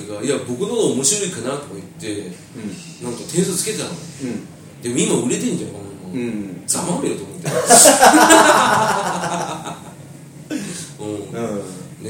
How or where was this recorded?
busy venue